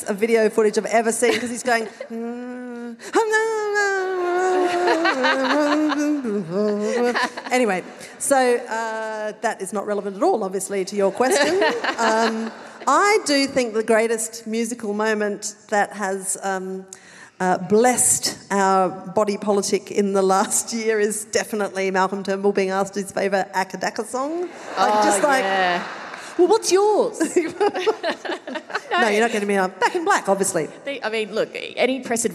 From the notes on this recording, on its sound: Recorded live at Llewellyn Hall, ANU.